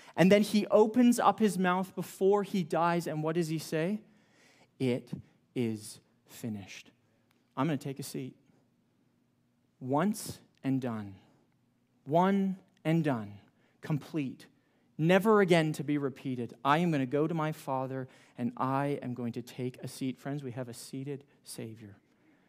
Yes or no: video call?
no